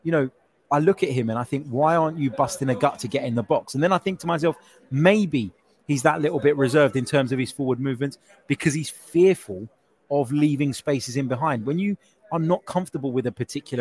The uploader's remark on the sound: Reaction live from Emirates Stadium